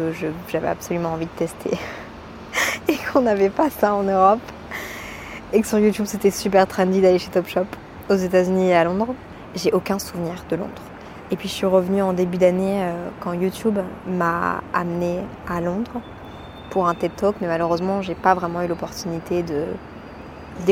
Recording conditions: outdoors